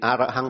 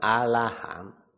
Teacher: Cho nên các âm R được phiên âm ngày xưa đều thành L hết. Chữ A-ra-hăng vì vậy biến thành A-la-hán.